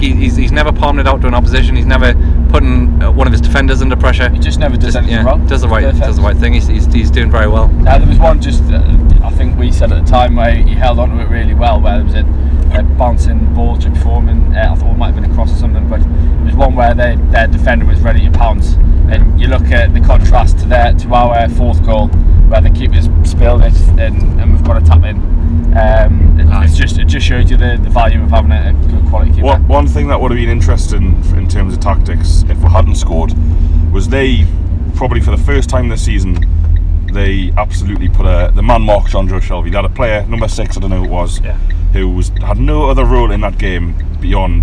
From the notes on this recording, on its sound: join you from the car home